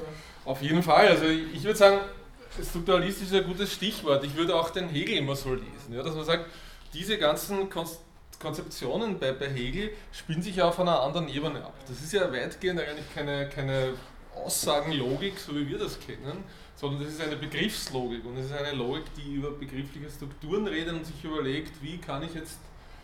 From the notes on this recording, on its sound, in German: Diese Vorlesung wurde von Studierenden aufgenommen